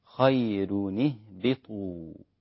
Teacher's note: لأن قبلها ياء مادية، والياء المادية رقيقة، فتبقى الراء حتى لو كانت مضمومة تبقى مرققة عند ورش، عند باقي القراء تبقى مفخمة. · Term: ترقيق الراء